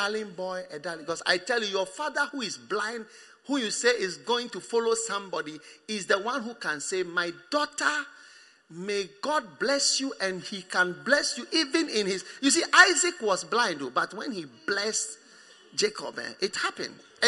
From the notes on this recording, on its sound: Preached at the First Love Center, Accra.